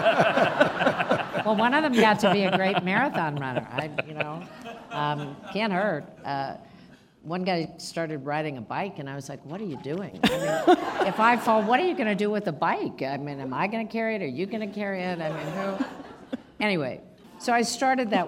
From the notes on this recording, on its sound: Taped in June before a live audience at Aspen Ideas: Health, part of the Aspen Ideas Festival, in Aspen, Colorado.